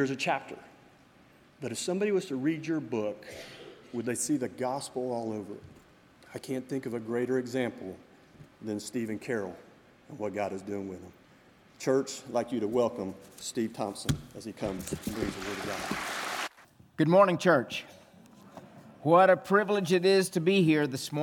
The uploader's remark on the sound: This message was from the Sunday morning worship service during our engage missions conference.